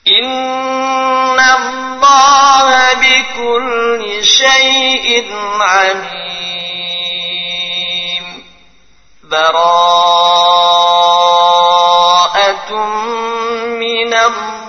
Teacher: membaca akhir surat al-anfal lalu berhenti tanpa mengambil nafas, kemudian melanjutkan dengan surah at-taubah yang dinamakan dengan saktah. Yang kedua, dengan saktah, berhenti tanpa ambil nafas.